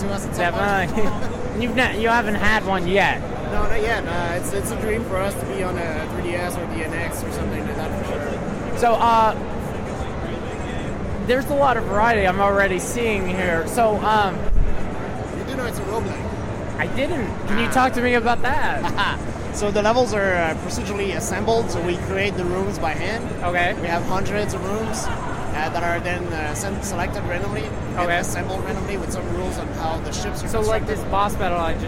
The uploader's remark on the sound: This is the third of the audio interviews I did while at PAX East 2016.